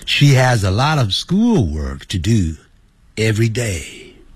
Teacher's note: every 跟 day 分开的时候，要念成 everyday，重音在 day 那个地方